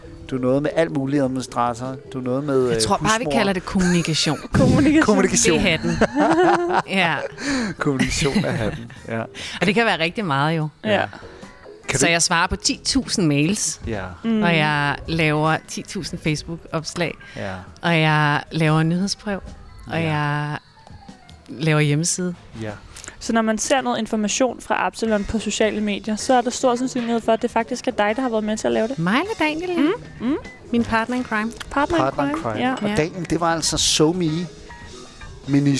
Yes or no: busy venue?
yes